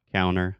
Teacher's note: A lot of times I don't articulate that T.